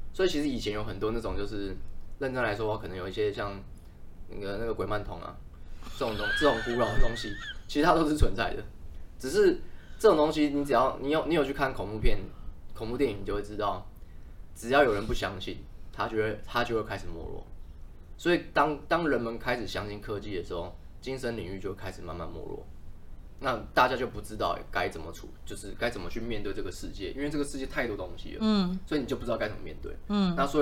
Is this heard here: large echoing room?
no